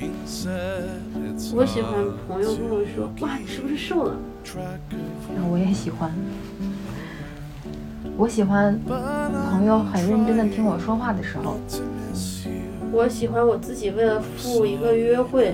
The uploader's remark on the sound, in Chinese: 录制的时候很放松，收声上可能会有些杂音。